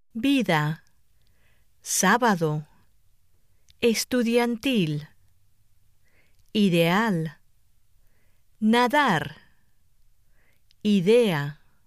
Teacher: Now you will hear a series of Spanish words and phrases that contain the interdental D.